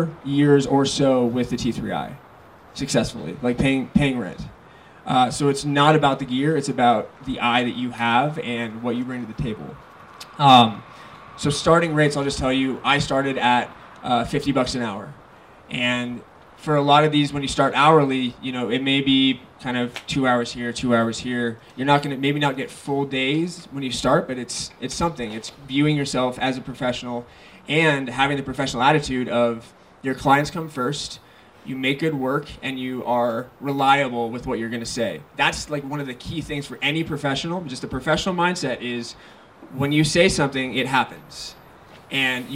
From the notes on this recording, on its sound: JumpFEST 2018 Panel Discussion. A panel discussion from the parkour event JumpFEST 2018.